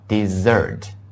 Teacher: DESSERT 是我们本课要学到的一个甜食甜点啊，重音在 S 那个地方，叫 dessert。那么 DESSERT 这是我们说的重音放在 D 那个地方，表示沙漠，叫 desertOK。第二组大家看一下啊，第二组 the second point 啊 second point 啊，请大家看一下，就是我们说的 POTATO potato 还有